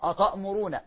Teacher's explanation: أتأمرون، عندنا الهمزة دائما مرققة في كل أحوالها وفي كل أحيانها مرققة. التاء مرققة، ما نقولش أطاء